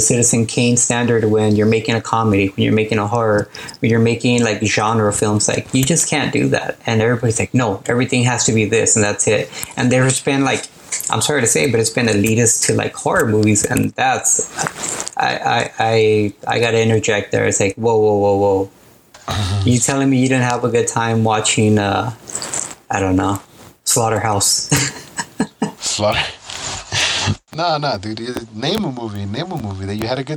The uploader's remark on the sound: The sound might be a little rough on these first few episodes